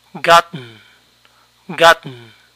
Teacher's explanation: Lo que hice fue detenerme en la primera sílaba, ga, y luego dejé de pronunciar la T y solo pronuncié la N. · Term: glottal stop